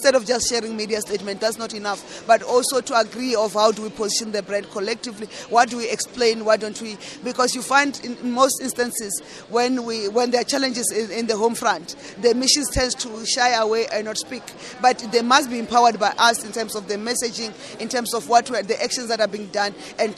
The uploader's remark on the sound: On the sidelines of the 5th South Africa Investment Conference